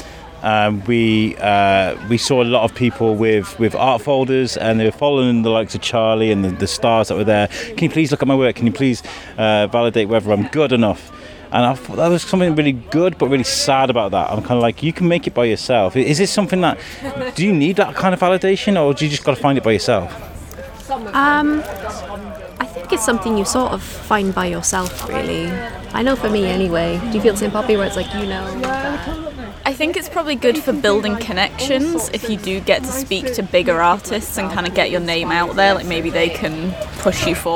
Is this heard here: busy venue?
yes